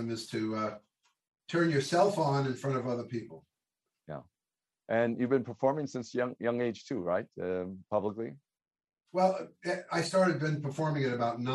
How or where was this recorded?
video call